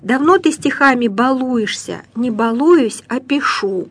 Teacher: Ну и в прилагательных этого корня избалованный, ударение на о, избалованный малыш, балованный ребенок. Ну и в некоторых личных формах ударение на у должно падать.